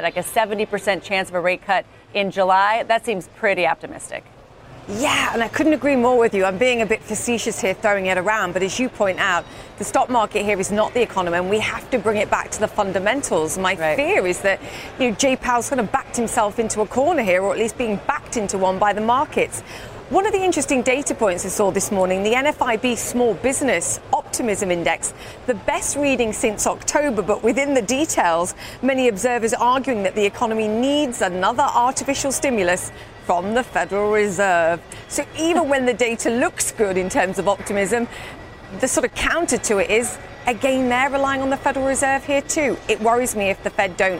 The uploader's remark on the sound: live from the New York Stock Exchange